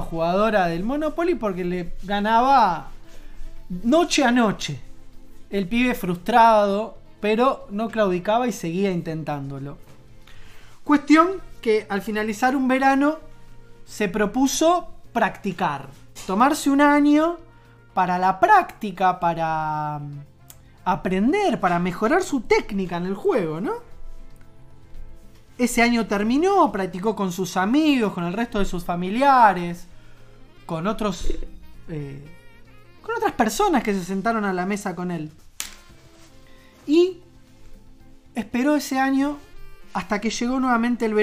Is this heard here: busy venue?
no